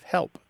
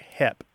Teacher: One of the things that happens in part of the American South is people drop their L's in that word. So it sounds more like hep instead of help. · Shown in: second take · The other thing that can happen is once that L has started to disappear or has disappeared completely, the middle vowel starts to change.